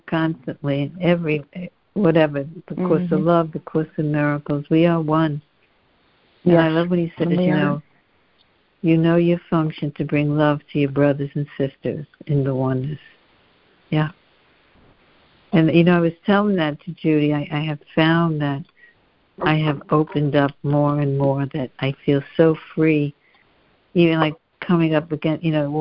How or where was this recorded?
phone line